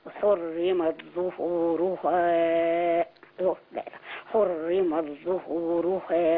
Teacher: التاء في الظاء هنضغمها